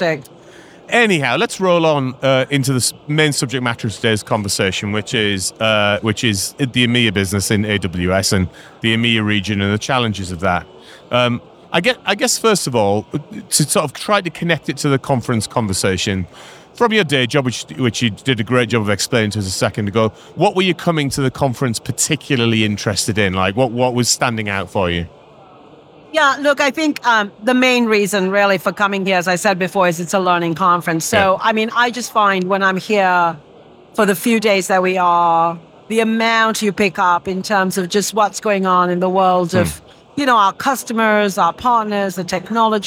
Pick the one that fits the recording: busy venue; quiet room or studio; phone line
busy venue